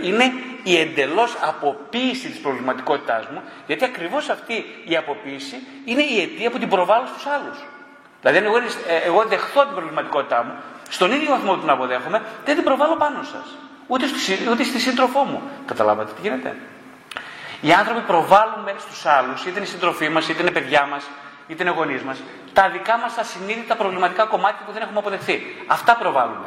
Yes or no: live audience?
yes